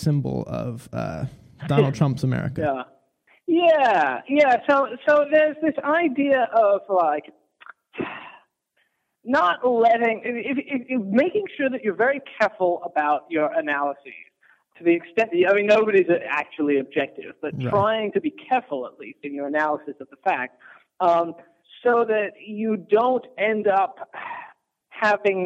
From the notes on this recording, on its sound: phone call with Current Affairs magazine